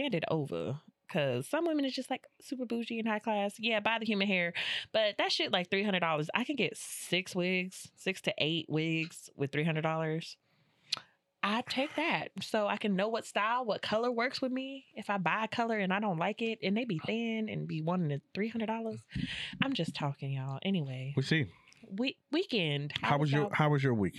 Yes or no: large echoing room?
no